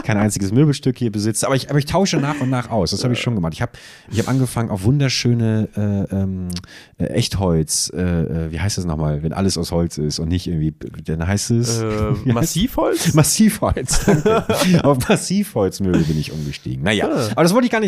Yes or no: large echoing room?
no